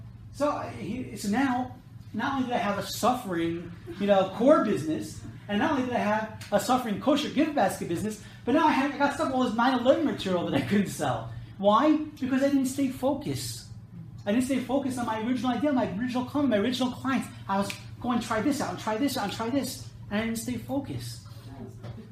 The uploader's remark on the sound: This episode is a recording of a lecture. At Temech Business Center in Jerusalem.